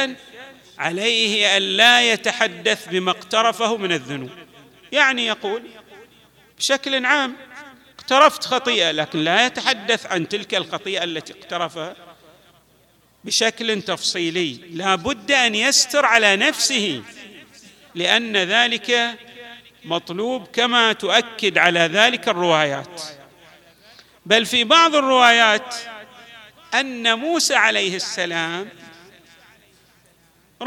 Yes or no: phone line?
no